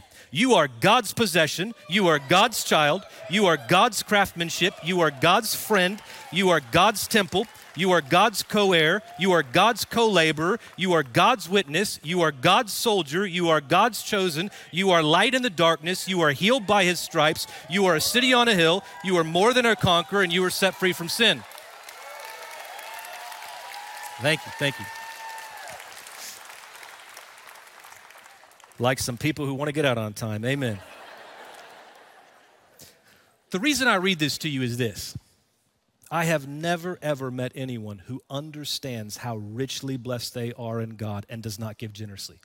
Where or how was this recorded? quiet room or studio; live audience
live audience